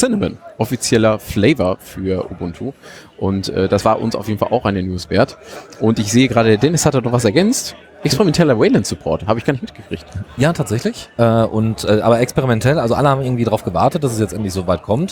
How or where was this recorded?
busy venue